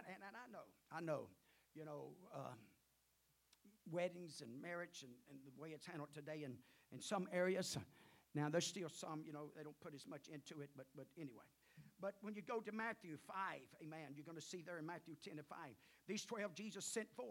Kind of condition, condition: setting, large echoing room